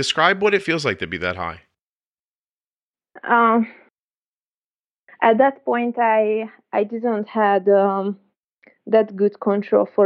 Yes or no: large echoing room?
no